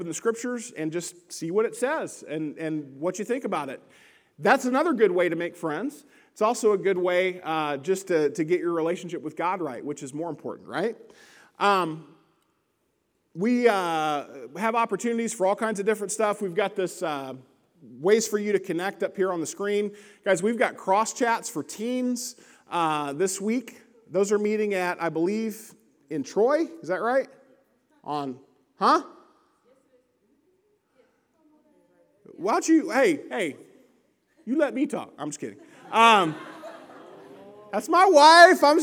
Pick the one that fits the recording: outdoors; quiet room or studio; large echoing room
large echoing room